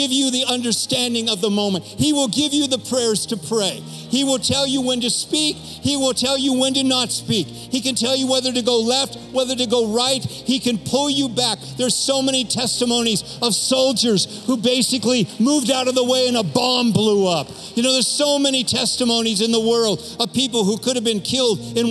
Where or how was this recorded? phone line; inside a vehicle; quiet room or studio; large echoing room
large echoing room